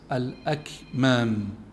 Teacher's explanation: الأكمام فيها الكاف الساكنة اللي هي فيها همس